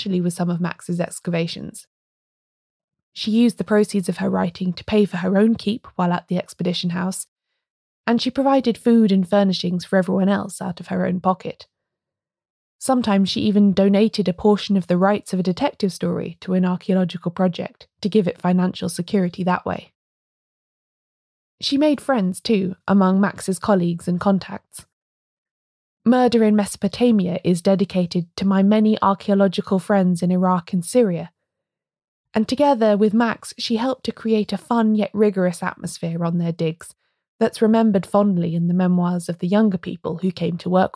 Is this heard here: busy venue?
no